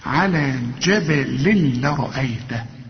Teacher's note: شوف ما نقولش على جبل، لا جبل، جبل لرأيته. هنا تنوين جبل بعد لام، يبقى إدغام كامل بدون غنى. هنا ما تغنش بقى.